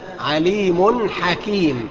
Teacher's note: يبقى كده أظهرت الحاء من التنوين · Term: الإظهار